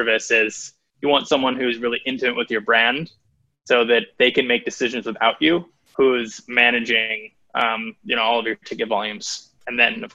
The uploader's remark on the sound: On the live webinar.